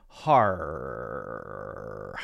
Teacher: And so those end of word or word ending or syllable ending R sounds, if it's at the end of the syllable or the end of the word, is going to be more open for British English and more hard for American English, meaning we really stick our tongues up and backward to say that clear R sound